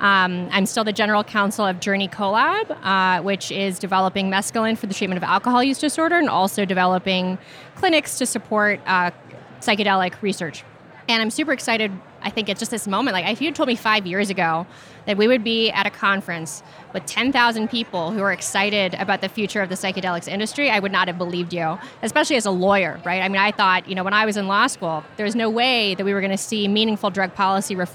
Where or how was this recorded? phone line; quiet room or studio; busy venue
busy venue